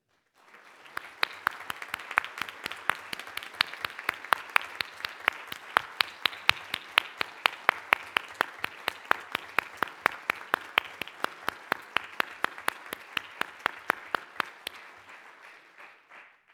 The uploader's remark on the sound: The 2014 Goldsmith Awards Ceremony | Institute of Politics.